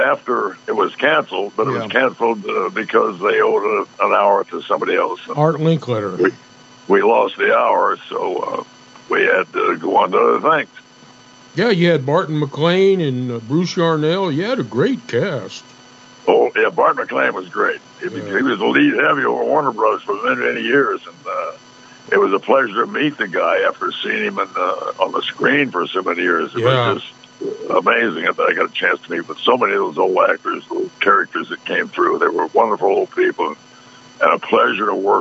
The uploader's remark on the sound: joins us by phone